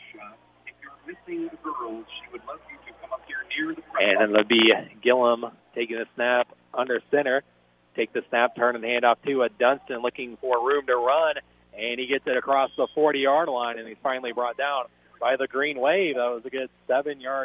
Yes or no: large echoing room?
no